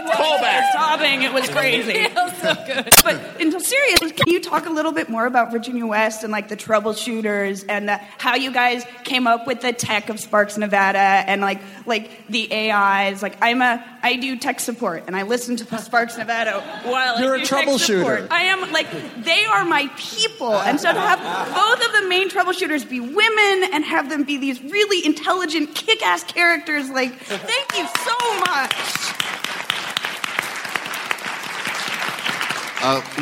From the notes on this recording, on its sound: At C2E2, Chicago. From C2E2 in Chicago, the TAH panel.